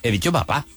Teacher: Hay un arrastre del sonido anterior al sonido que viene a continuación. En papá, esa segunda P lleva un poquito de la carga de cómo teníamos la boca en la A · Term: coarticulación